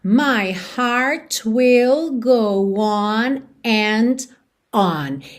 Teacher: Esse último on, ele tem um ataque só para ele. Ele não junta no and anterior. Então, ela não faz on and on, ok?